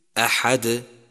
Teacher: الحمد الحمد، فإذا همستها صارت الحمت. ثانيا، يجب قلقلة الدال إذا سكن، ولكن دون أن نتبعه بهمزة أو حركة